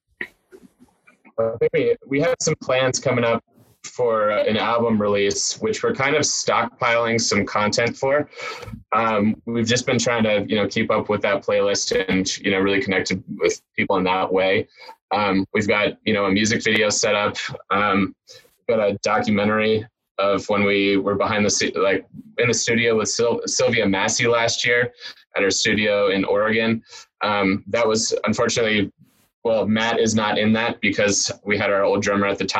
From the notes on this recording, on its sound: We talked to the entire band over zoom